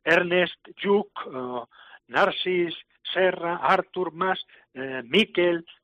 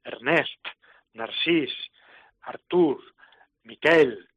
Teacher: en catalán son agudas todas estas palabras · Shown in: second take · es Ernest, Narcís, Artur, Miquel, distinta efectivamente pues del Miquel que decimos aquí o en vasco, ¿no?